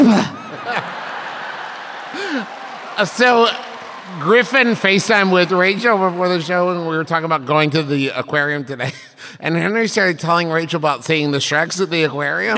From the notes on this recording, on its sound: Live from the road in beautiful Beantown, it’s the Fancy Takes Flight Boston Show.